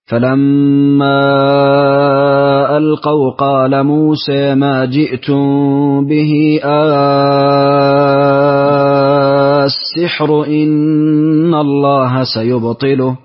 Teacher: أعطف لدور البصري التوسط مع الإبدال مع المد الطويل